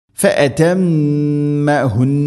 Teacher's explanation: മീമിന് ശദ്ദ് മണിക്കണം, നൂന് ശദ്ദ് മണിക്കണം, അവിടെ വഖഫ് ചെയ്യുകയാണ്. അപ്പോൾ ഫ അതമ്മഹുൻ, ഇങ്ങനെയാണ് മണിച്ചുകൊണ്ട് നിർത്തണം.